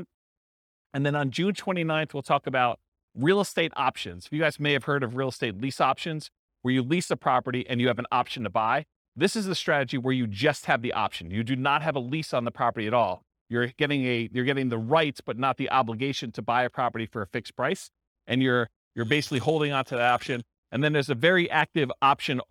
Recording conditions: live audience